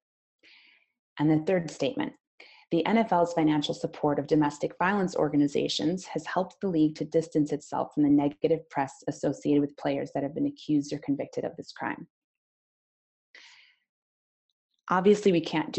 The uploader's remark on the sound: Recording from the Cause Marketing webinar.